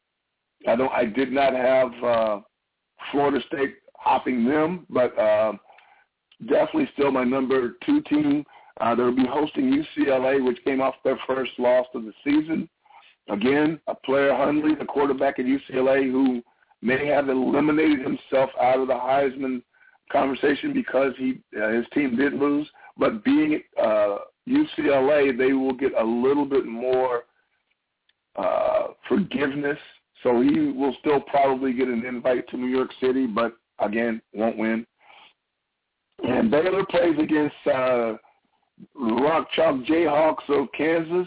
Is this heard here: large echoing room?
no